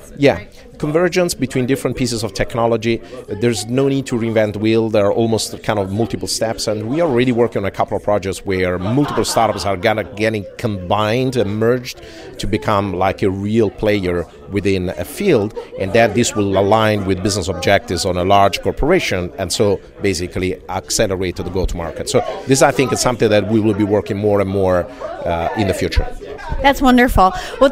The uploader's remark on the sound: Live from #WinterTech